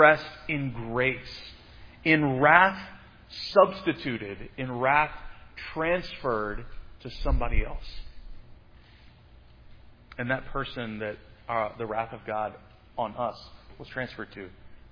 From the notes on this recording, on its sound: Preached at Providence Church on Sunday, April 24, 2022. This sermon on Habakkuk 3 was preached at Providence Church on Sunday.